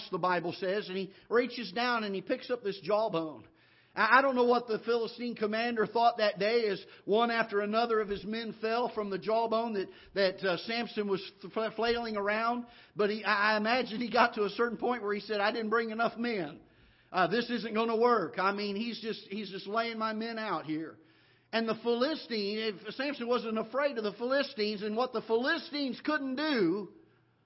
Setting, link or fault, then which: setting, large echoing room